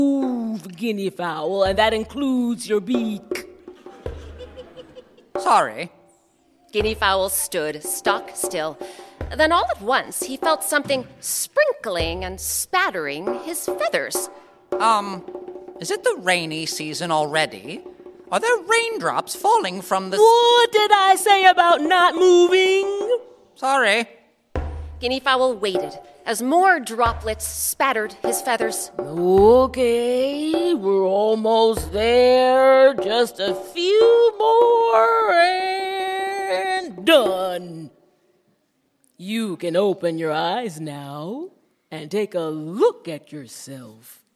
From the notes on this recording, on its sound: Recorded live at Round House Theatre in Bethesda, MD.